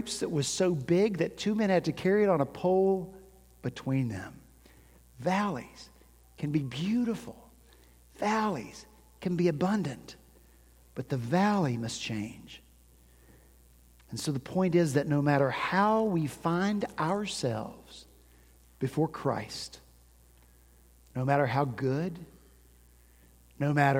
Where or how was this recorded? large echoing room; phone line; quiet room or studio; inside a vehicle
large echoing room